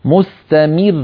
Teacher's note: عندنا أيضا في هذه الصفحة كلمة مستمر في سورة في الآية 19 في يوم نحس مستمر، هذه تكلمنا عنها في الحلقة الماضية وأذكر بها الآن، مستمر فيها راءان، لكن عندما نقف مستمر يتعذر ويستحيل على الإنسان أن ينطق براءين متتاليتين ساكنتين، بل يقول مستمر براء واحدة وكأنه سقط من التلاوة حرف.